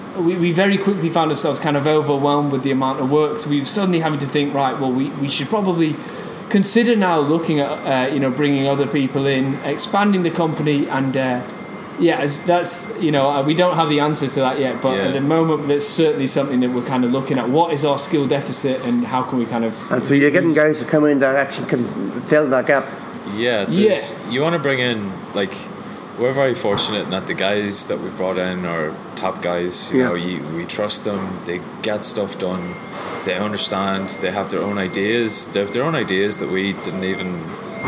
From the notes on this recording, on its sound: was in Belfast at the Digital DNA conference